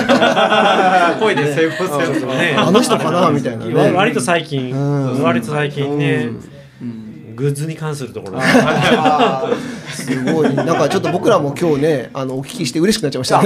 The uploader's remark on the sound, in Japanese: 雑談で公開収録